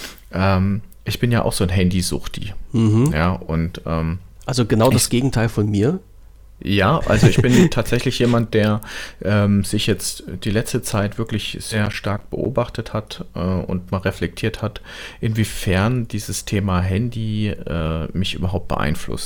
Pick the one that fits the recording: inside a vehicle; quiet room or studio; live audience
quiet room or studio